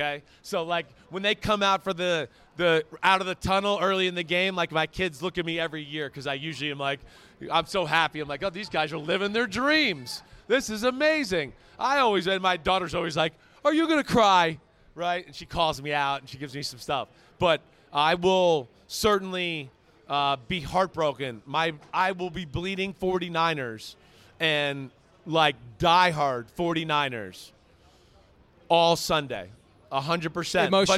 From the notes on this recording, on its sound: Live Audience Picks Pod from Las Vegas!